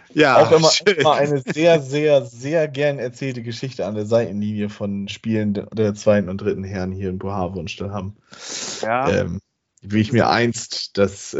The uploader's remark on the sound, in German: Via Skype.